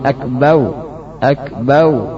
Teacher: mengganti ra dengan waw. Akbar menjadi akbau, akbau, seperti orang yang lisannya tidak bisa mengucapkan ra, akan tetapi a, a.